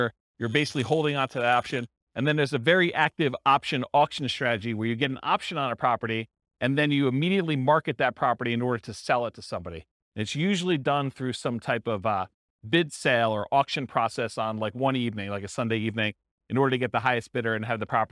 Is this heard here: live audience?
yes